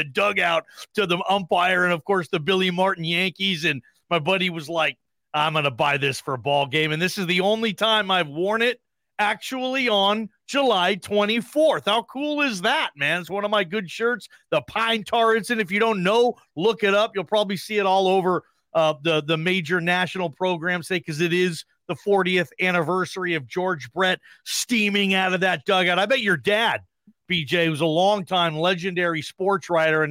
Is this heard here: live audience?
no